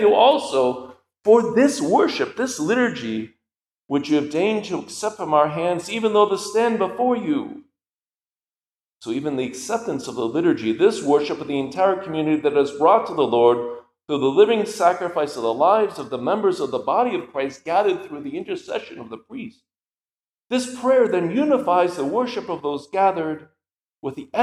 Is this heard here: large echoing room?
yes